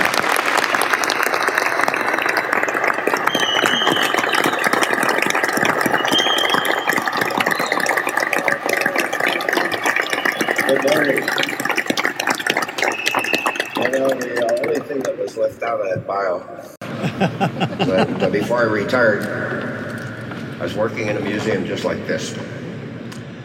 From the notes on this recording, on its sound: Bear with me on the audio. We were inside a hangar, so the acoustics weren’t ideal for a podcast, but it was an awesome place to be.